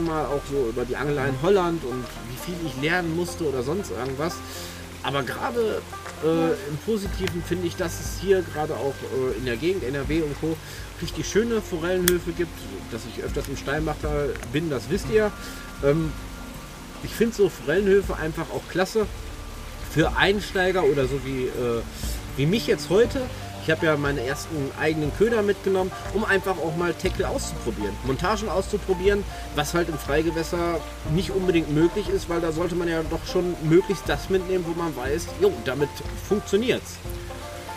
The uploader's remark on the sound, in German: An der Heidermühle. Wir nutzen die Zeit unseren ersten Podcast Live vor Ort aufzunehmen.